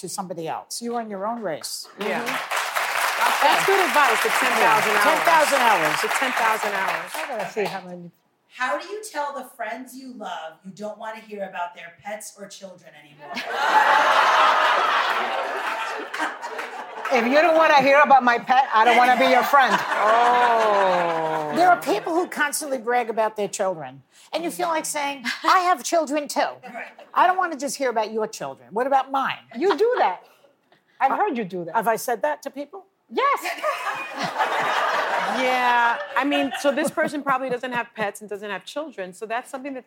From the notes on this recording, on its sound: answer questions from our live studio audience